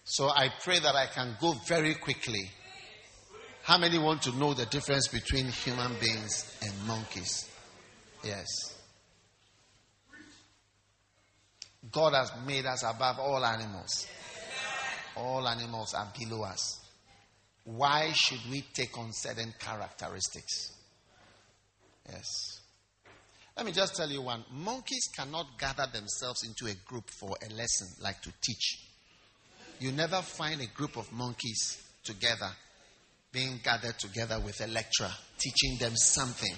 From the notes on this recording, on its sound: Preached at the First Love Church, University of Ghana